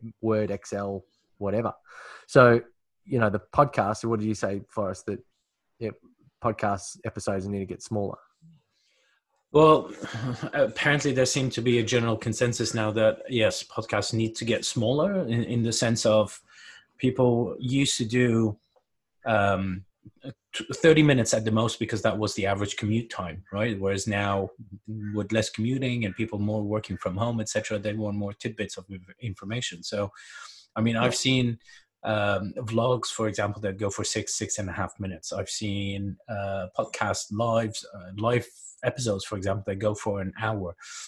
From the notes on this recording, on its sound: we basically got together on Zoom and recording a quick session